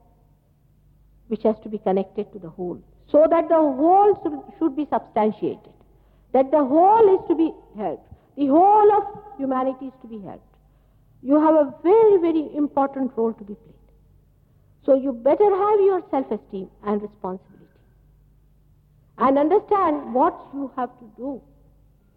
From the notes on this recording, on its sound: Archive audio. At Caxton Hall, London, England.